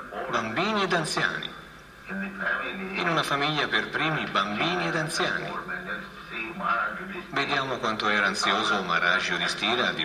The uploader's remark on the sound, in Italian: In diretta dal Tempio di Villa Vrindavana.